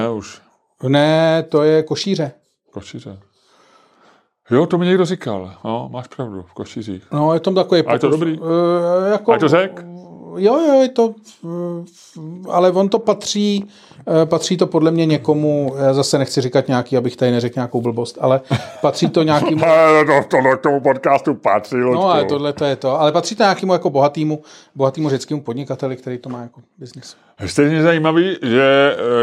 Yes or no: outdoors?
no